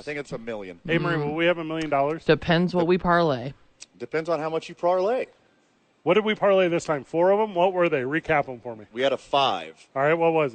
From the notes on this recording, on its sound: live from Red Door Brewery downtown